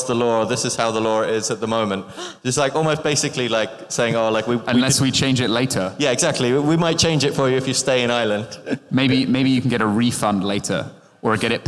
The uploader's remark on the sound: This episode of the Mobile Growth Nightmares podcast was recorded live at the 2023 ASO Conference in Berlin.